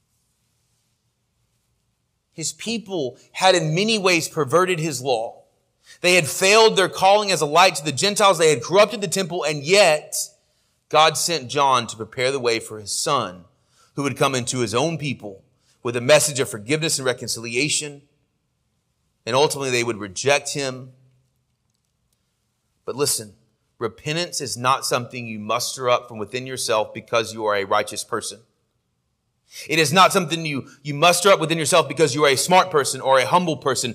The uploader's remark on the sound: Sermon audio from our morning worship service